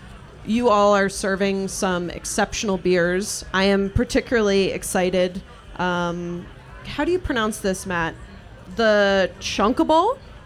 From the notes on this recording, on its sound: This impossibly hard-to-answer question was asked of three beer industry veterans during a live show, in the rain, during their first hour of the Snallygaster Beer Festival . Beer Me Radio returned to our "recorded live" roots for one special show during Snallygaster beer festival in Washington, DC, in a podcast tent, in the rain.